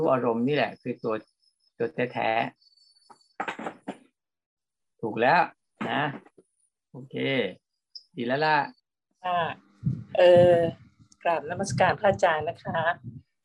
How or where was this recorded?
video call